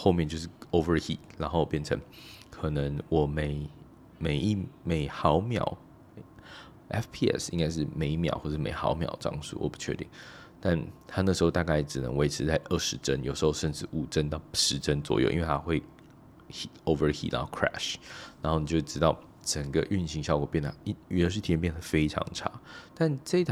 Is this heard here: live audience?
no